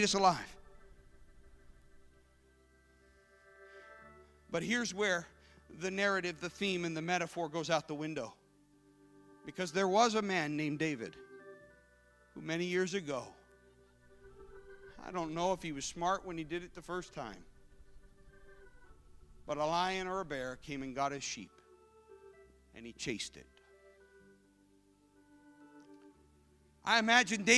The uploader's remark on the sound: This service was recorded live at Newark United Pentecostal Church on Sunday, January 22nd, 2017.